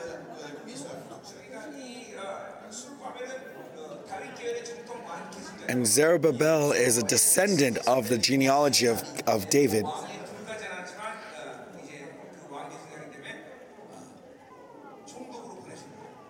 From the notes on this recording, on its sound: Global Remnant Conference. Conference sermon.